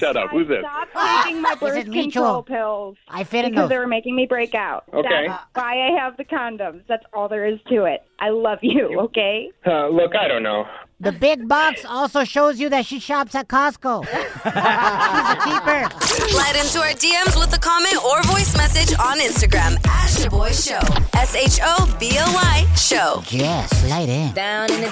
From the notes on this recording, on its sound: In today's show we opened up the phone lines and asked the listeners what their worst job was.